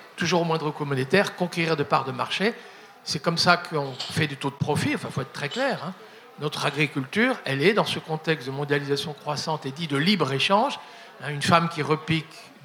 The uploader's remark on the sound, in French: Conférence enregistrée en public à la REcyclerie, lors de la sortie du livre "Dernières limites" (Rue de l’échiquier, 2023).